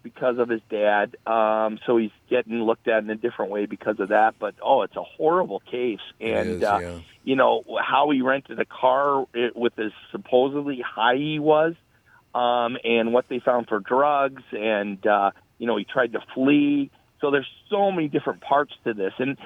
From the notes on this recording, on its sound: Joins via phone. Stops by the studio. Calls into the show.